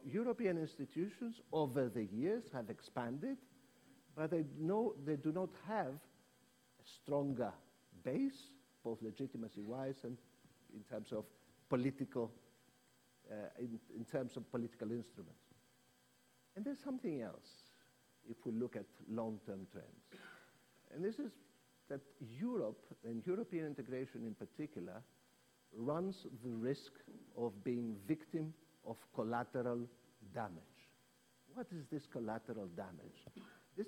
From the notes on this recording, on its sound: This public lecture was held as part of the Sydney Ideas program, copresented with the Sydney Democracy Network.